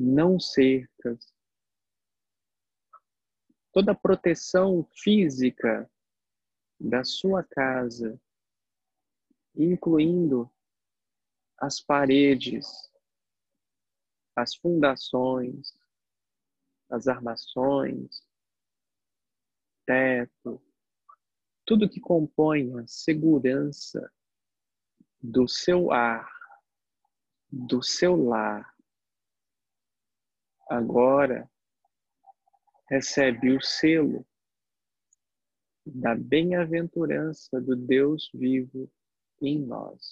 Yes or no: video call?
yes